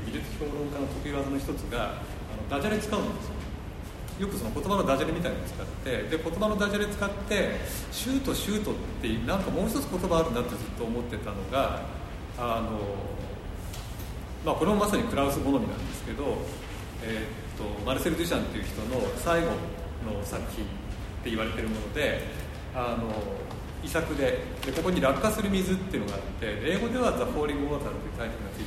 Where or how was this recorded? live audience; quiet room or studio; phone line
live audience